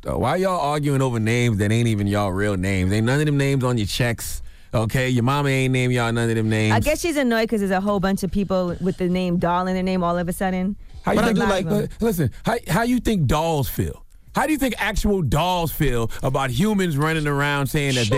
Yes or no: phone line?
yes